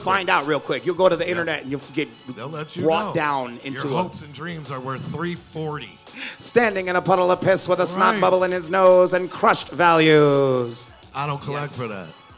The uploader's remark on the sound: LIVE from #Astronomicon. Brought their amazing podcast Ashtrays and Action FIgures to the LIVE panel room stage. At the Wyndham Garden Hotel in Sterling Heights, MI.